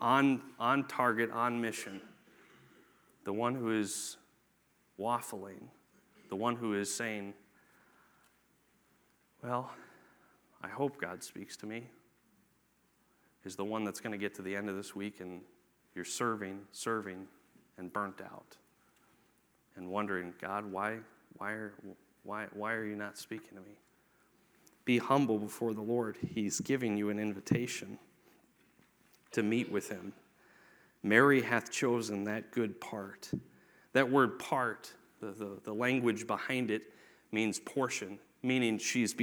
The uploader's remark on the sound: Sunday morning message from the 2024 Victory Conference at Falls Baptist Church